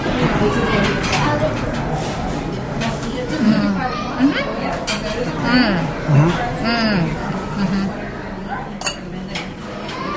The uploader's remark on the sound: One of just a few Walt Disney World restaurants that offers year-round outdoor dining, it overlooks the Lake Buena Vista golf course and it's casual atmosphere reflects the resort's equestrian theme. Inside the restaurant for a live review of the ambiance.